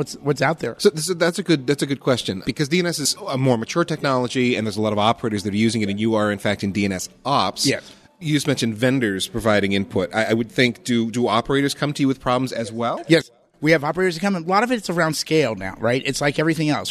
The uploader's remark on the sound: This podcast was recorded on site at the IETF 98 conference in Chicago. This week’s Priority Queue was recorded on site at IETF 98 in Chicago. This podcast was recorded on site at the IETF 98 conference in Chicago.